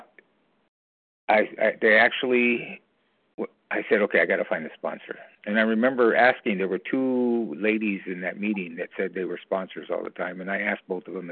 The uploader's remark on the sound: from the 100 Pounders Phone Meeting, 5/28/23